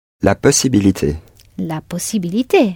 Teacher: with the stress clearly on the last syllable